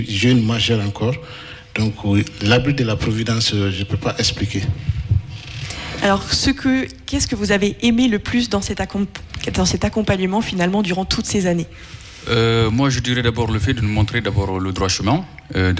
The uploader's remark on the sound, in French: En direct du Centre Culturel Jean Carmet de Mûrs-Erigné à l'occasion de la représentation du spectacle "Les Nécessaires" de la compagnie Plateau K.